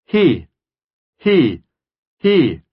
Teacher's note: причем мы не говорим he, а мы как бы выдыхаем